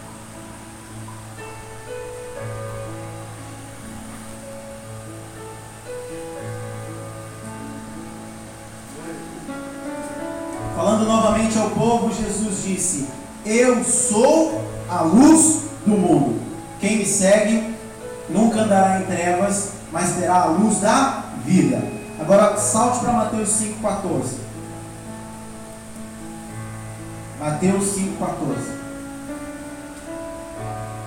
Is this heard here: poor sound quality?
yes